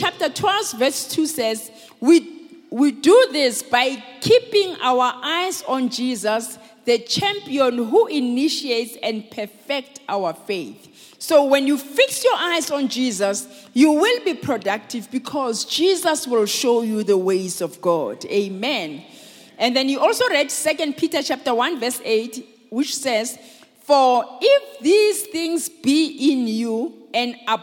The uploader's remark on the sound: preached at Grace Bible Church Pimville on the 08th of March 2020